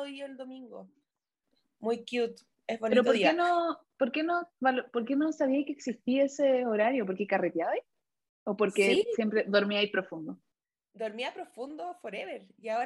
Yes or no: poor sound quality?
yes